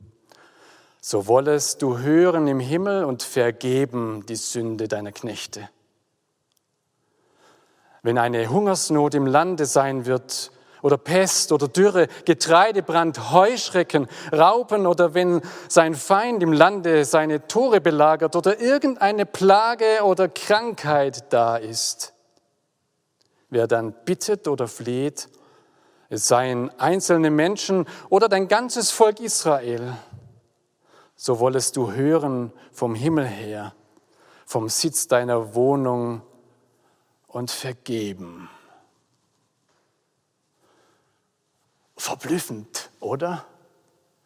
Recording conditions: large echoing room